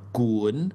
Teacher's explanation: it's actually gun, like G-O-O-N with a rising tone